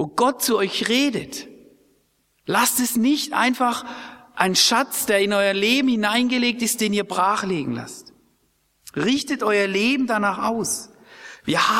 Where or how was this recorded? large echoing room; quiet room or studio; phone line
large echoing room